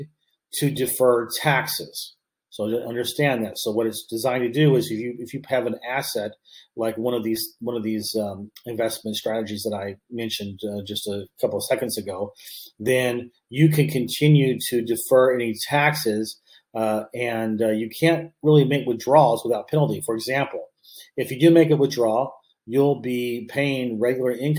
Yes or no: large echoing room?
no